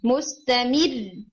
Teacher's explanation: स्टॉप करने में चूंकि रॉ साकिन से पहले कसरा आ गई है तो फिर रॉ लाइट होगा, मुस्तमिर। ठीक है, अगर रॉ साकिन कर दिया जाए तो वो अपने से पीछे वाली हरका को फॉलो कर रहा होता है मोस्ट ऑफ द टाइम।